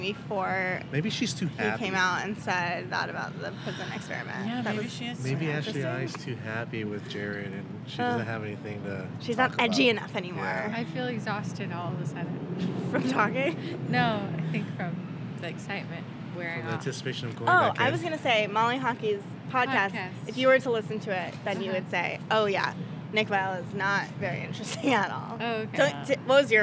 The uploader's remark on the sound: a short episode we recorded in the alleyway in front of the Westside Comedy Theater